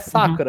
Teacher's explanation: Meio que a sílaba tônica é no primeiro.